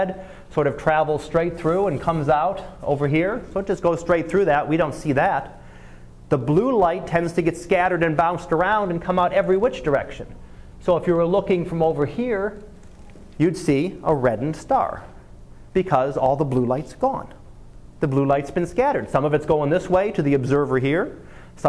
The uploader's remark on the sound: Live Class Lecture